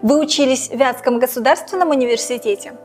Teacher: логическое ударение падает на слово «вятский». У собеседника уточняют, в каком именно вузе он получал образование.